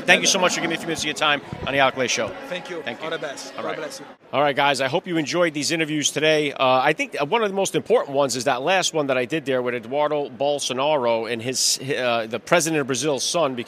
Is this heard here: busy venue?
yes